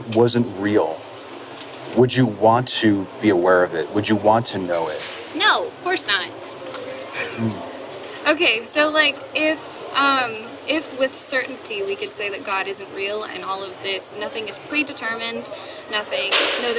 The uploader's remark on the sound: Location: San Antonio, Texas. Audio correction provided by Philipp Grzemba. Sorry also about the noise. While we both likely understand that I have no control over the background noise in this spot, I am sorry for the challenging audio. Something that comes with filming in public, I suppose. Recorded w/Go-Pro.